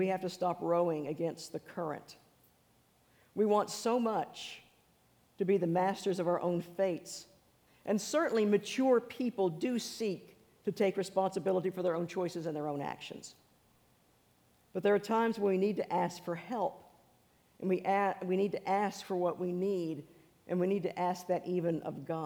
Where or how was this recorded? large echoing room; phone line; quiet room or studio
large echoing room